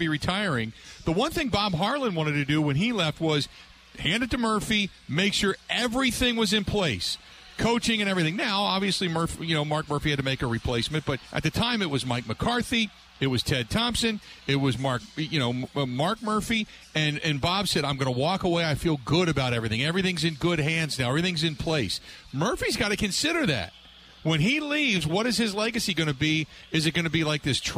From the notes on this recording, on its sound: live from The Mecca in the Deer District